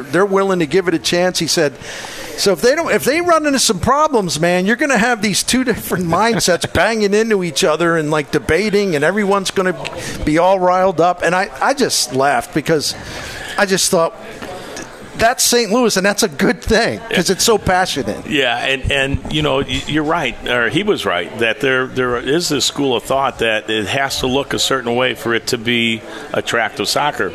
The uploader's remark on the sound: Live at Friendly's